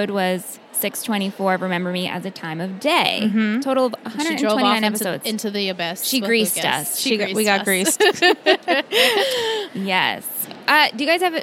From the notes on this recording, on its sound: Recorded LIVE from TRIC.